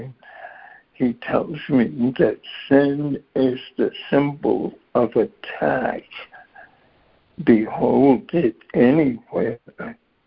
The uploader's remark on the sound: ACIM Daily Conference Call